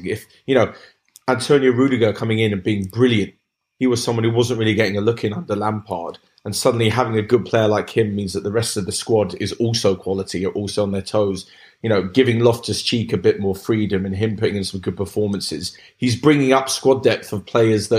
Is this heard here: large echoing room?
no